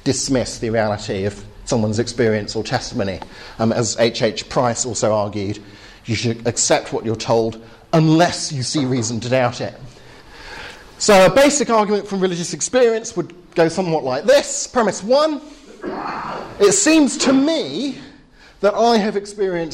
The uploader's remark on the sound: Final talk at the Reasonable Faith course, Highfield Church, Southampton.